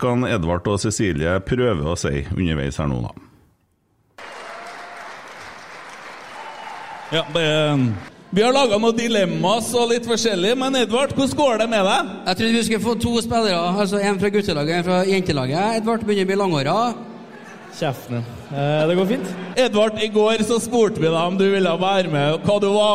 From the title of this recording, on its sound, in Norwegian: Live fra Losjen